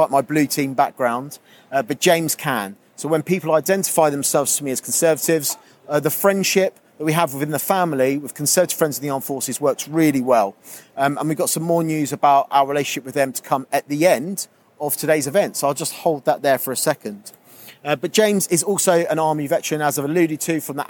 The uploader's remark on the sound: We return back to Conservative Party Conference where we record a special episode of Veterans In Politics with a panel of veterans in front of a live audience. It's always fun to hold podcast recordings in public.